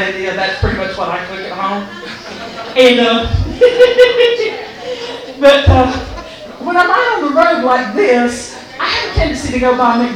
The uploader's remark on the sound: Recorded at Tir Na Nog in downtown Raleigh